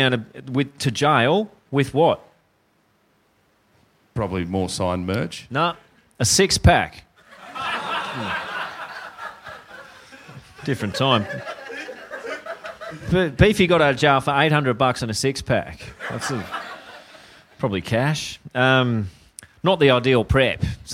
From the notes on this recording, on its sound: LIVE IN SYDNEY.